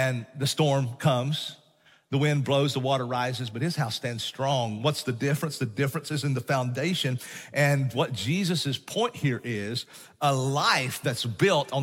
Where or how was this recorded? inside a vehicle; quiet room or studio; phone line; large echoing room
large echoing room